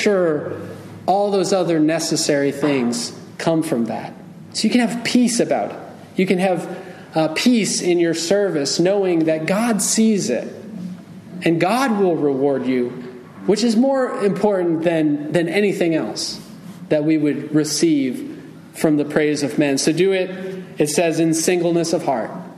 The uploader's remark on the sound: Message delivered Sunday, July 9, 2023 at Mt Carmel Primitive Baptist Church, Bel Air, Maryland.